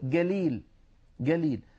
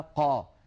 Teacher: وبعض القبائل الأخرى العربية تجعل نفس الصوت جا مقابل القاف · Shown in: first take